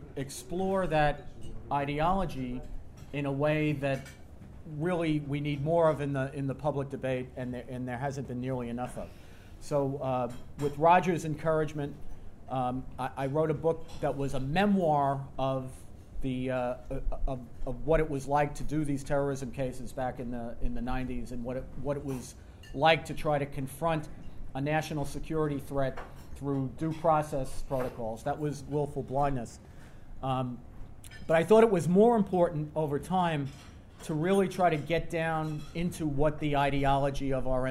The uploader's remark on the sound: remarks at TNC's board dinner